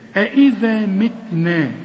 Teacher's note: اذا عندي همزه مفتوحه وهمزه مكسوره، اي شوف اذا، وطلع لسانك في الذال، اذا متنا، شوف متنا دي ارجع لمط، شوف التاء قلتها ازاي، مط خطأ.